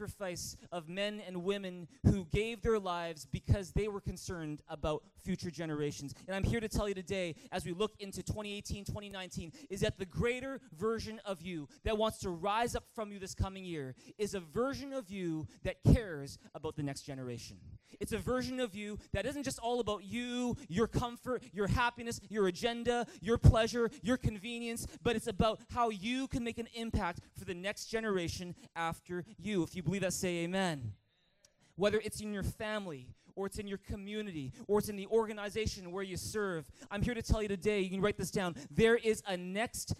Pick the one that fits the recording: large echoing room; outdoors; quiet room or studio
large echoing room